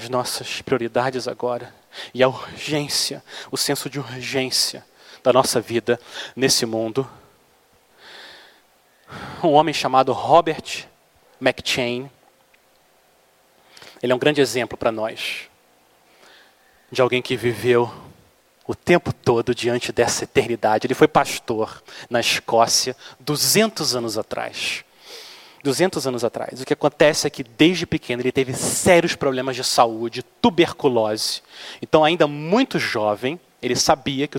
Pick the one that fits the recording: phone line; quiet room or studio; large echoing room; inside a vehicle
large echoing room